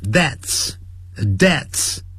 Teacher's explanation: 是 death death 啊，是无声的 death 然后发一个 s